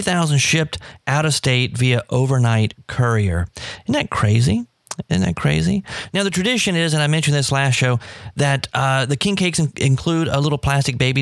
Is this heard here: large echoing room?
no